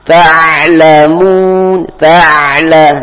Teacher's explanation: Taknya jangan langsung mati, tapi mengalir sedikit. Ta'lamun, ta'la, langsung masuk ke huruf lam.